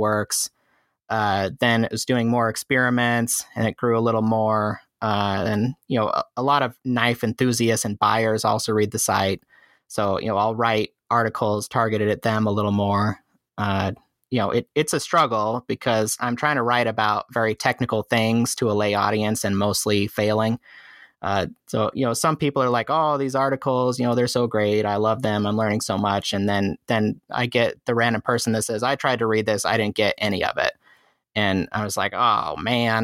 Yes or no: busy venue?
no